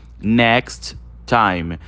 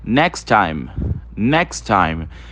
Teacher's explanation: Quando a gente fala rápido, next time, next time. Você repara que o T do next, ele praticamente some, ele vira mudo · Shown in: second take · né? Vira quase um som único.